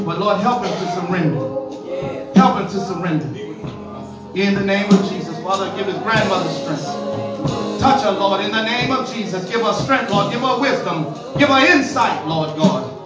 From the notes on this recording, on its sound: This message was recorded in the sanctuary of True Vine Missionary Baptist Church.